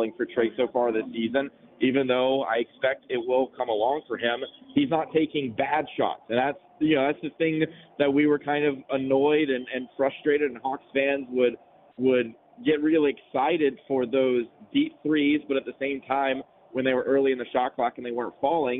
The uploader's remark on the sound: Live from the press box in Athens